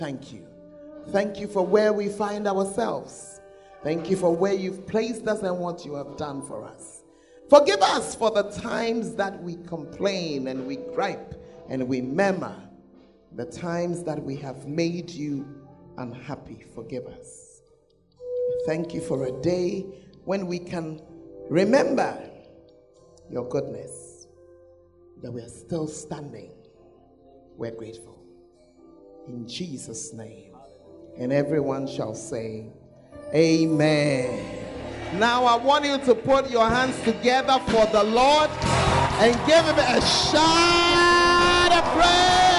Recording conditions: large echoing room